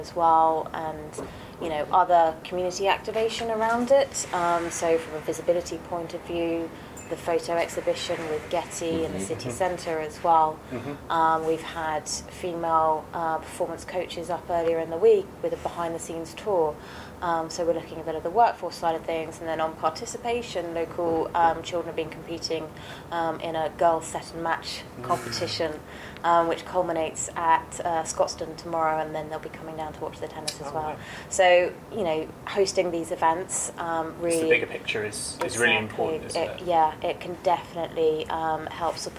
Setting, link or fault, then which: fault, background noise